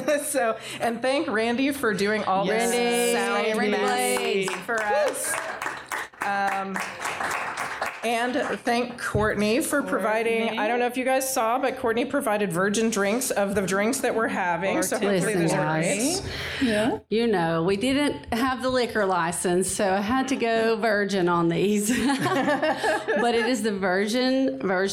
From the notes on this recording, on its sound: LIVE from Romarin et Corbeaux in Oxford, Alabama!